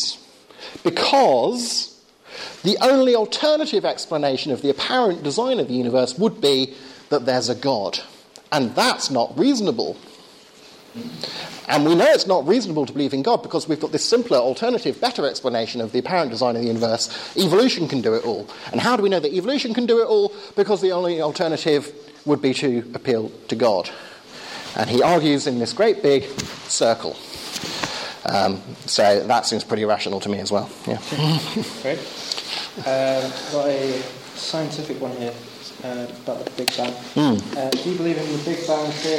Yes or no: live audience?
yes